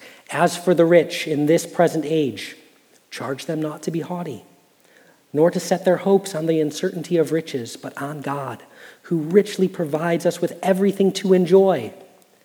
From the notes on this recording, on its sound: Message Preached at Valley Creek Church